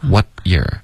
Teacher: What 的结尾呢？要有一个干脆的停顿，你要动舌尖，舌尖顶上颚。